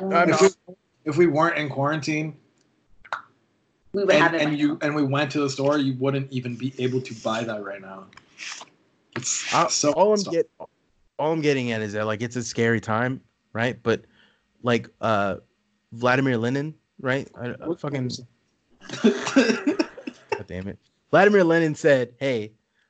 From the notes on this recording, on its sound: We got video now, we are doing the whole Skype recording and quarantine live from Sanjose.